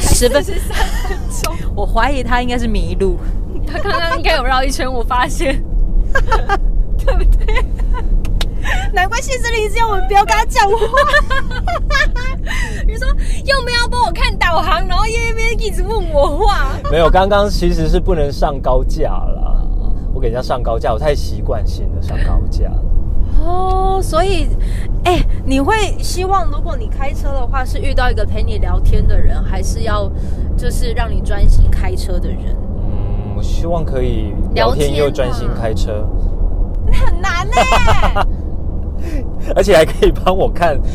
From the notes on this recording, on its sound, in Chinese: 我們遊車河，嘗試在車內裝錄音設備，在全程都有繫上安全帶並且安全駕駛的前提之下邊開車邊喇Ｄ賽。我想要驗證「移動錄音」的可能性。充滿車內環境音的啾團。